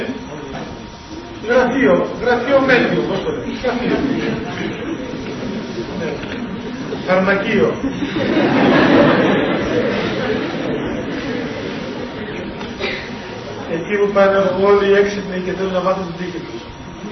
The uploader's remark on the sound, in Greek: Η ηχογράφηση δεν είναι πλήρης. Λόγου τεχνικού προβλήματος η ποιότητα ήχου είναι χαμηλή.